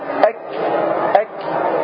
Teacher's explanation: اللسان أسفل مخرج القاف قليلا مع ما يحاذيه من الحنك الأعلى العظمي · Term: الكاف